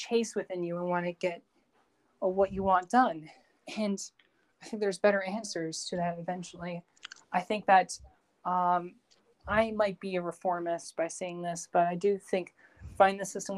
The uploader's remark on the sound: due to interruptions and some recordings not going all the way through this was the best I could get